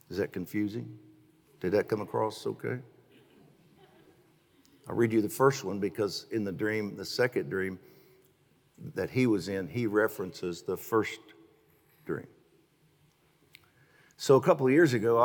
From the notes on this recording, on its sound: Recorded live on 8/8/21. The Oasis Church, Middletown Ohio.